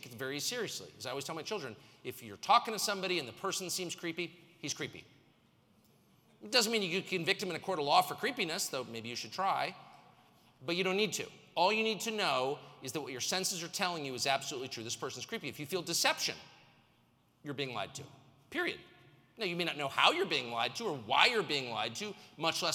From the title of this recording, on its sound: speaks at the RiskOn360! Global Success Conference